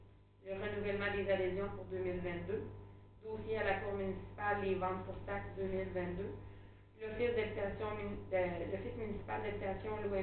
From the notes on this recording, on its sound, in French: Enregistrement de la séance du conseil municipal de Saint-Léon-le-Grand du 11 janvier 2022